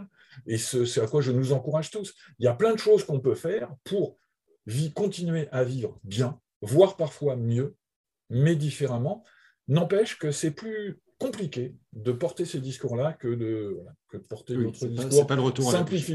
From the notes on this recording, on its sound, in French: 21 janvier 2022 en visio.